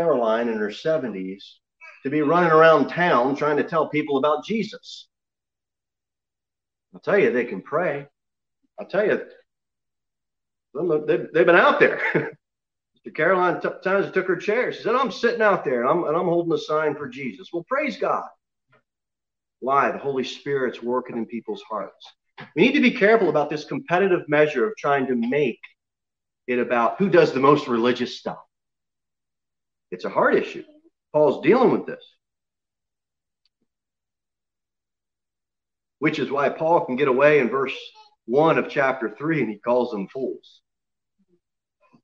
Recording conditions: large echoing room